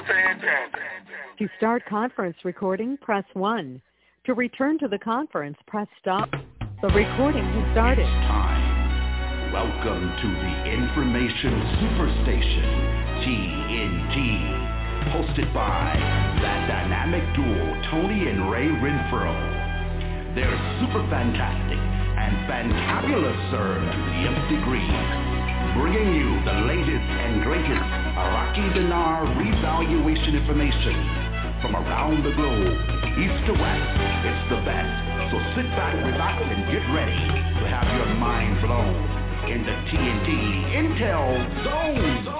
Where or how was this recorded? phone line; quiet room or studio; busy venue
phone line